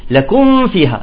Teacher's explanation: أكل الميم وانتقل للفاء مباشرة، فهذا إذن من الأخطاء.